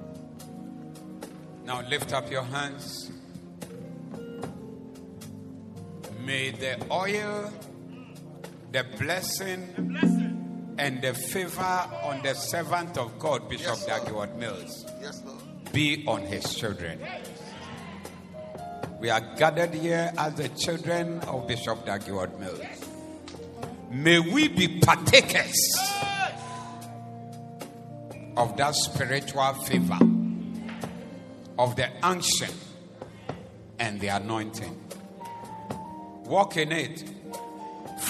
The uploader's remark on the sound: Preached at the Doxa Service 14052023